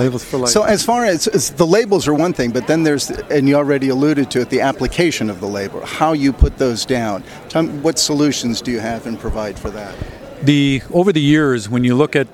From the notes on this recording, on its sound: On Location at APEX 2023 with EMSNOW and SCOOP.